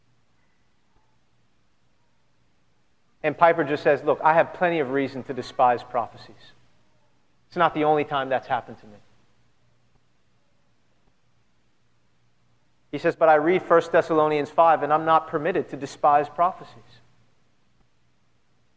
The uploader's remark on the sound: at Redemption Hill Church on Sunday, July 4th, 2010.